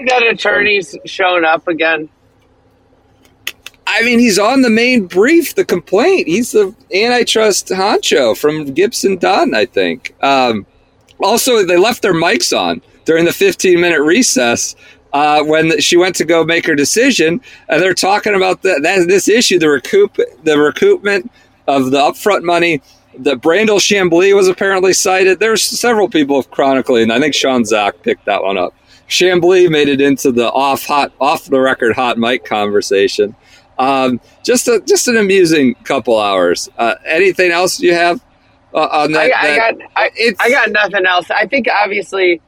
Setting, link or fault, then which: setting, inside a vehicle